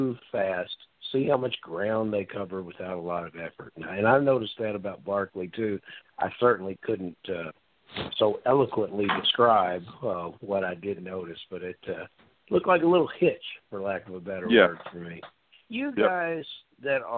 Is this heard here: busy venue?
no